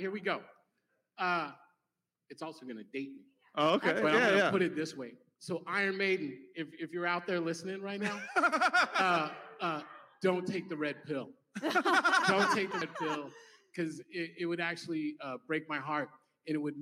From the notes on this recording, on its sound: LIVE from Portland. Had the pleasure of sitting down in person with BLM activist and journalist.